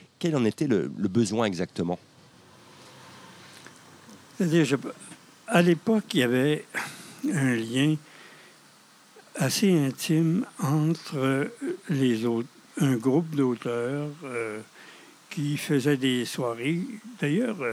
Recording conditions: outdoors